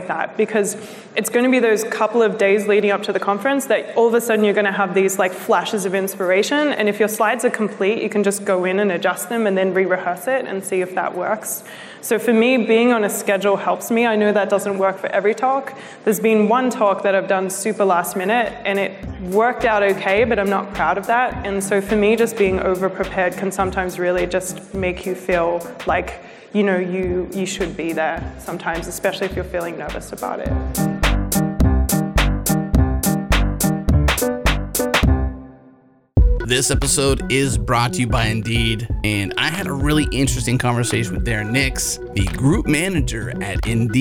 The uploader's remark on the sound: LIVE from JSConf!